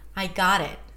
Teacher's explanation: Primary stress is the got, I got it. So I'm gonna go higher in pitch and that's gonna be longer